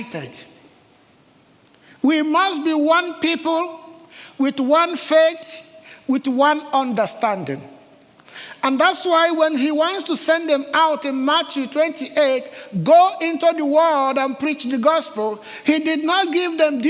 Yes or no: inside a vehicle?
no